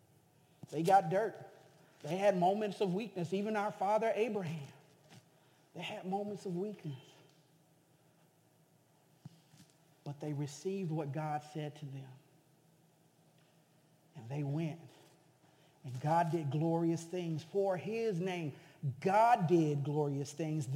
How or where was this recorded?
large echoing room